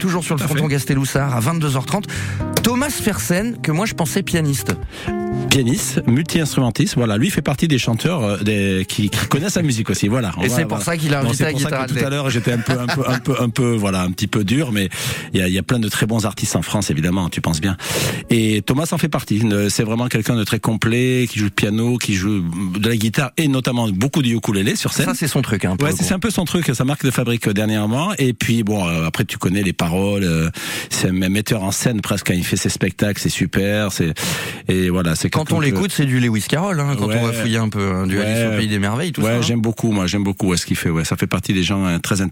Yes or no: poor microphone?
no